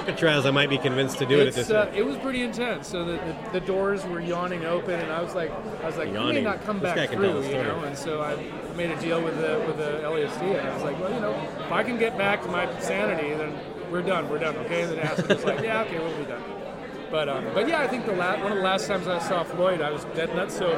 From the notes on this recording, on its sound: Record live in the lobby of the Minneapolis stop. Light conversation mixed with attendee guest commentary.